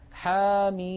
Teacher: الميم من حاميم، نلاحظ بأن حا مددناها بمقدار حركتين فقط لأنه مد طبيعي، بينما ميم مددناها ست حركات لأننا نطقنا ميما مكسورة بعدها ياء ساكنة بعدها ميم ساكنة · Term: المد اللازم